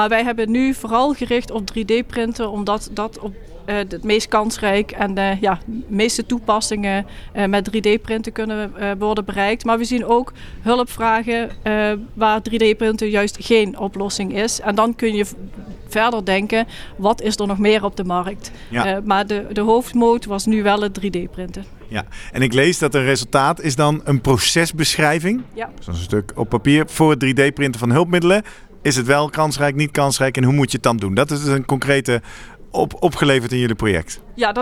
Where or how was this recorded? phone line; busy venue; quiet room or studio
busy venue